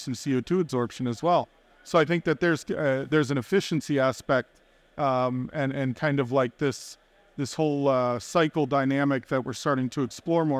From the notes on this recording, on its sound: Recorded live at ADIPEC 2023